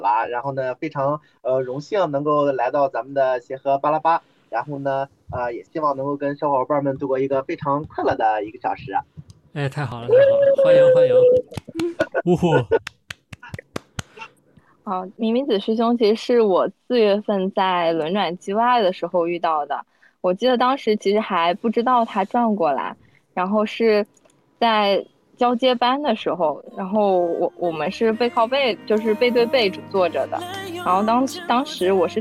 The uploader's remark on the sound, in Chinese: 由于是线上录制